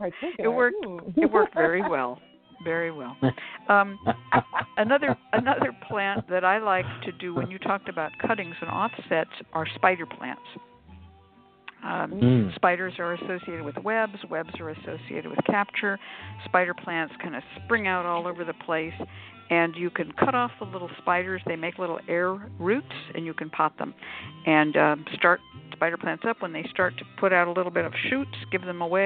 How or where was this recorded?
phone line